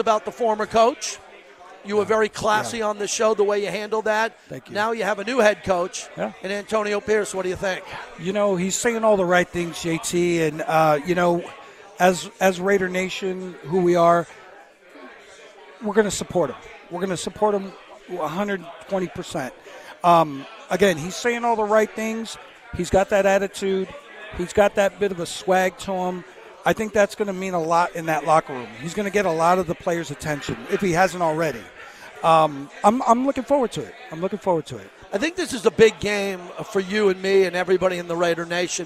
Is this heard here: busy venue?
yes